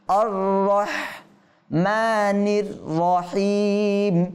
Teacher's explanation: প্রথম র এর আগে আমরা হামজার মধ্যে জবর পড়ছি, তো জবর হলে এখানে র দুইটা আছে, এই র উভয়টা মোটা হবে, পুর করে পড়তে হবে